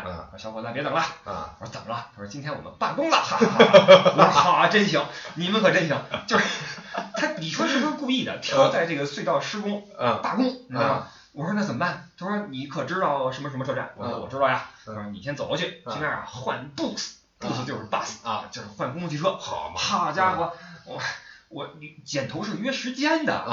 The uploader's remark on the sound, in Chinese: 出门在外没带专业话筒，音质抱歉。